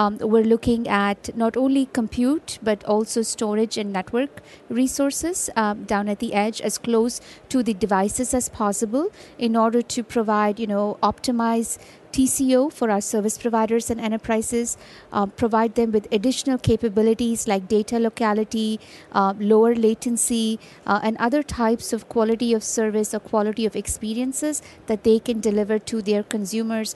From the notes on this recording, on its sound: Intel Chip Chat LIVE from MWC 19 in Barcelona.